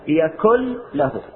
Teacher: نبدل النون في يكن لام، وندغم هذه اللام في لام له · Term: الإدغام